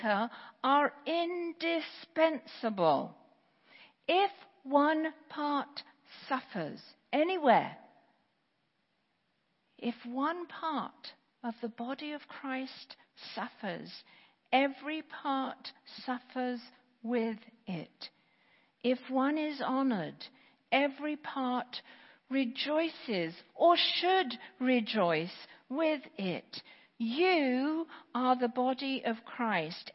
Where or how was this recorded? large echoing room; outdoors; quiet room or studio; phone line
large echoing room